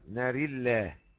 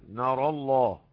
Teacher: نقرأها بالترقيق في الراء واللام ناري الله، وتفخيم الراء واللام نار الله